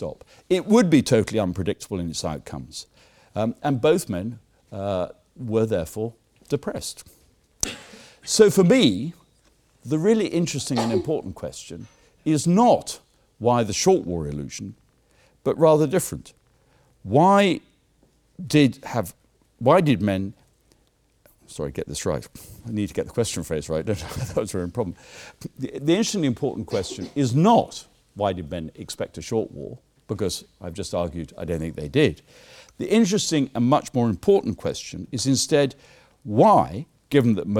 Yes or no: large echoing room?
yes